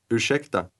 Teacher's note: Note how the speaker's voice rises a little at the end of that word.